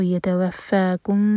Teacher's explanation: یتوفاکم، اب دیکھیں یہاں پر میم جو ہے ایم ٹی ہے، تو یہ پہچان ہے اس کے بعد با آ رہا ہے تو ہم نے اخفاء شفوی کرنا ہے. تو میم کو ہم ایسے پڑھیں گے کہ ہمارے ہوٹ ہلکے سے ٹچ ہوں گے، ٹائٹ بند نہیں ہوں گے. تو یتوفاکم، دو سیکنڈس کا ٹائم دیا اور پھر با کو ادا کیا.